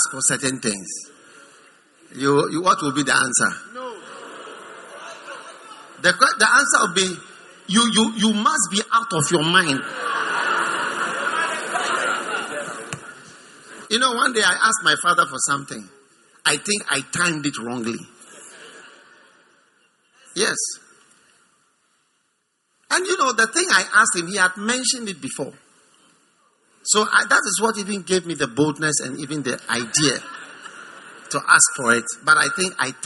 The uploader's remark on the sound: Preached at the 100 Milion Souls Campaign, Accra.